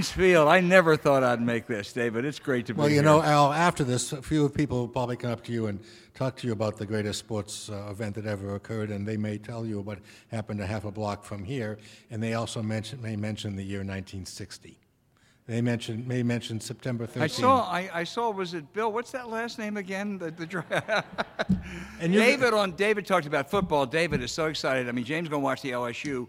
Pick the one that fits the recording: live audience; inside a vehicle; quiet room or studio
live audience